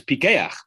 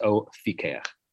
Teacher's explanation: When it begins a word or a syllable, it has a dagesh, making it a hard pe rather than a soft fe